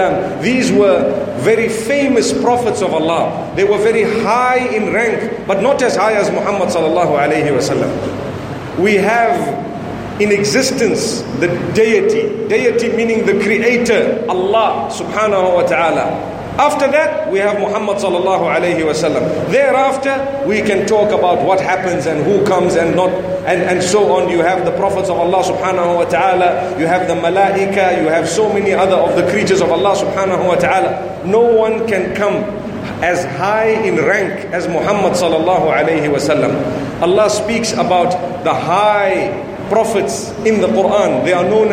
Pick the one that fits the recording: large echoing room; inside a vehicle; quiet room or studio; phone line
large echoing room